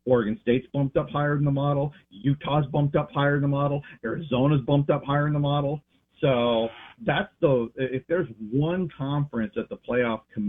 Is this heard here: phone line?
yes